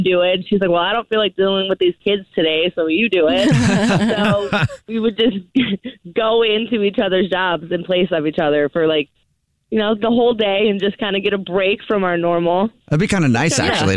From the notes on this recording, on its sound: The woman on the phone has a Dirty Little Secret.